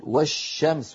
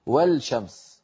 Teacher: ندغم اللام في الشين · Shown in: first take · فنقول والشمس ولا نقول والشمس.